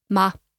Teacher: you can pronounce it quite neutrally, which usually happens at the end of a sentence · Term: neutral tone